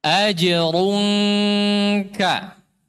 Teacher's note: Dhammah saja sudah. Dhammahnya cuma selesai di ra. Ketika masuk ikhfa sudah enggak ada dhammah.